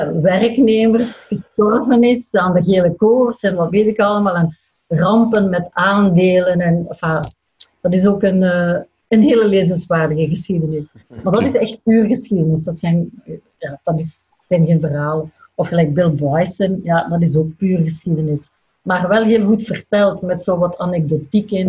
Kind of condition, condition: link, video call